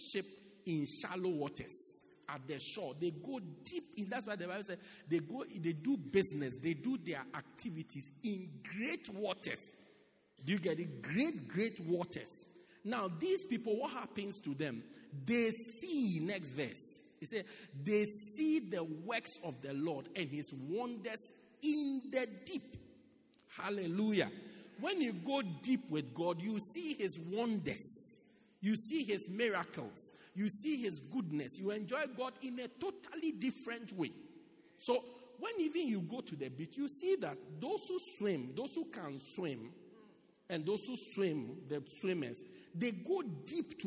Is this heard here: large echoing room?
yes